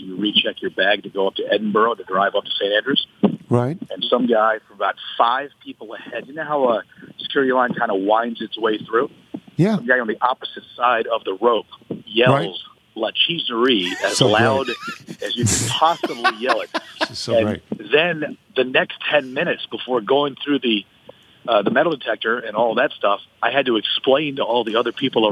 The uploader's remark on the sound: phones in from St Andrews